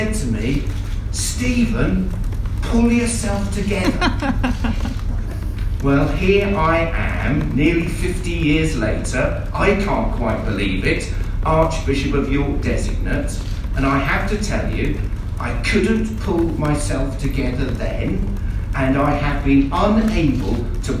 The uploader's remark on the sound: Press conference at Church House on Tuesday morning and took questions from journalists. This special edition of the podcast features highlights from that press conference.